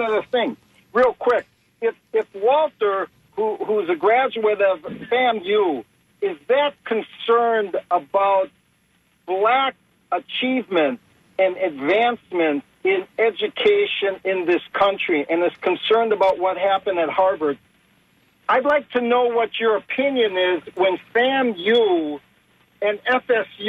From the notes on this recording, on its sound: unique magazine format call-in show